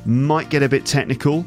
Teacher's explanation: certainly the T on might and the T on get, sometimes they get dropped